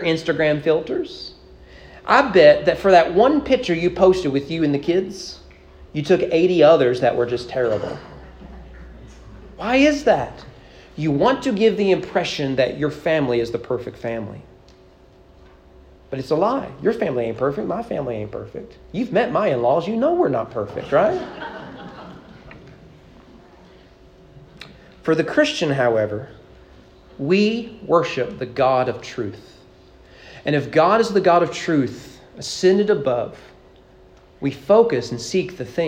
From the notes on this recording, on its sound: Sermon preached at East Frankfort Baptist Church on May 7, 2023 during morning worship.